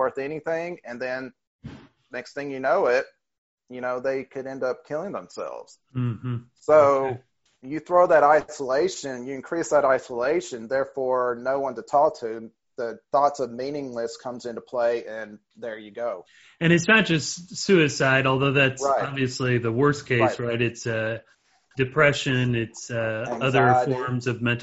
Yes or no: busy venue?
no